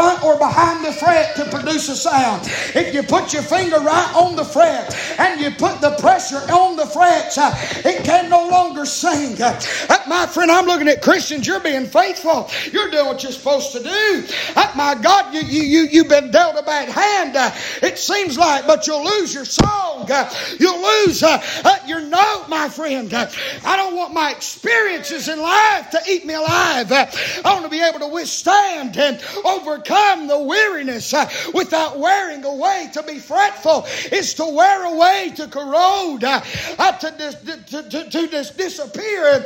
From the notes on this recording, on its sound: preaching live from Still Water Baptist Church